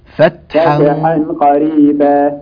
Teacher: لاحظت أنت تقول فتح، أنا أريد فت. ثبت التاء، لا تتقلقل منك